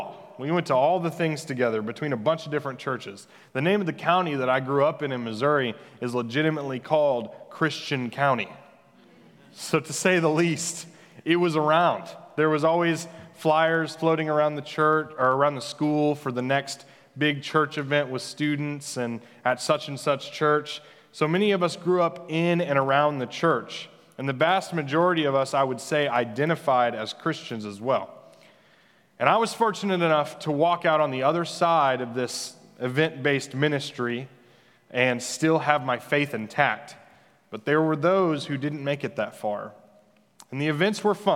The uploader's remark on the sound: Senior Recognition Sunday at The Fellowship at Two Rivers. Recorded live on Sunday, May 23, 2021.